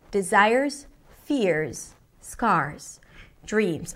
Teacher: when she hits each one of those stressed words, it hits a different note.